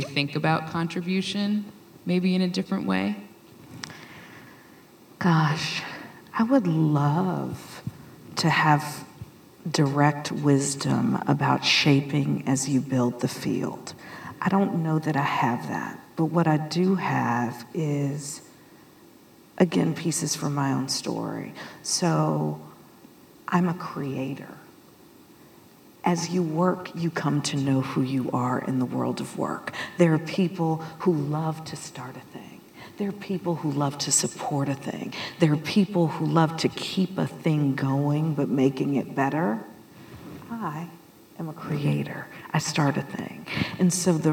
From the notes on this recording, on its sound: Live from WiDS 2023.